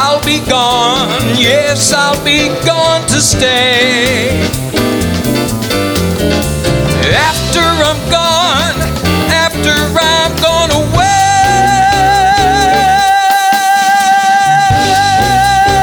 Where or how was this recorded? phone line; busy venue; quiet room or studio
busy venue